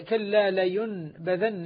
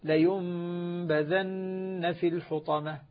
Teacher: العمل الأول تحويل النون إلى ميم، والأمر الثاني إخفاؤها عند الباء، والأمر الثالث إعطاؤها الغنة المشبعة · Term: قلب النون الساكنة